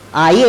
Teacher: तो असं दिसेल तुम्हाला की यचा उच्चार केलेला आहे. आ असा सरळ उच्चार नाही आहे. · Term: य उच्चार